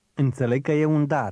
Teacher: Did you hear how the words in the middle ran together?